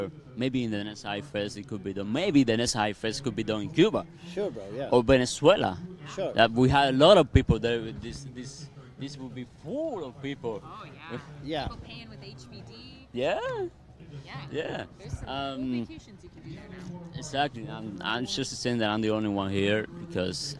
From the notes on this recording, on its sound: Chillout Room - Conference Day 1 | HiveFest 2023 Event. HiveFest8, the Ola Surfista edition!